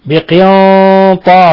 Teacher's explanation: فخمنا الألف أيضا تبعا لتفخيم الطاء